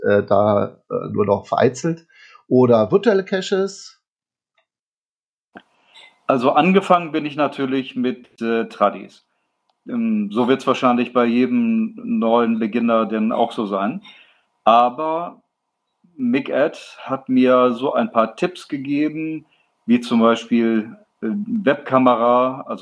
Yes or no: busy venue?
no